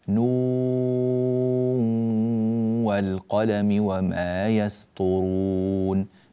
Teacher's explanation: نون عبارة عن ثلاثة أحرف: نون مضمومة وواو ساكنة ونون ساكنة. هذه النون الساكنة جاء بعدها حرف الواو فتدغم بغنة